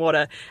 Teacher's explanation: It's got the TD thing going on, and it's got the lack of R.